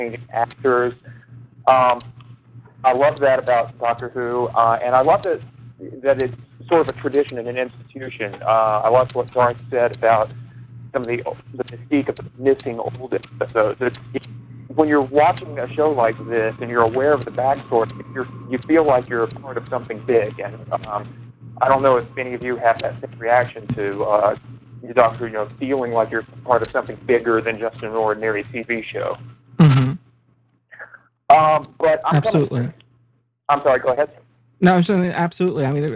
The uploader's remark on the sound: Joining us on live edition of our show. Live call ins.